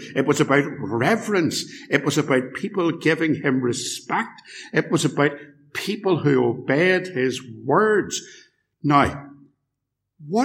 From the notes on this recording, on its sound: Sermon preached at Ballymacashon and Templepatrick Reformed Church. Recorded at TRC and used by kind permission.